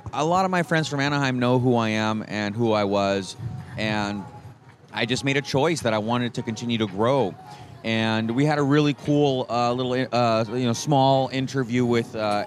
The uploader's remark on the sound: come to you live from Fig Tree Cafe in Downtown San Diego